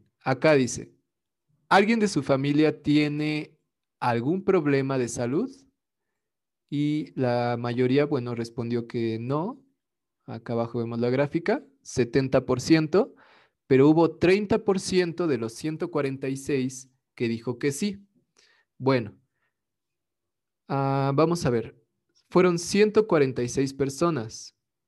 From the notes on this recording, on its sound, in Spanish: Grupos Zoom de 1°ABCyD. Escuela Miravalles, Iztapalapa, CDMX.